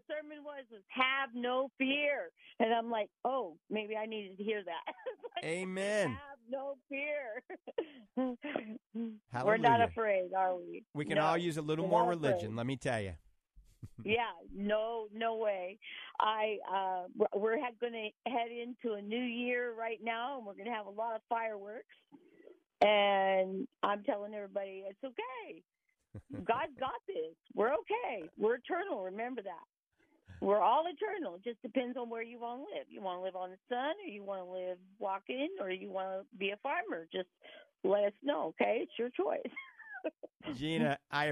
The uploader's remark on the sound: Many live calls dictate the topics of conversation.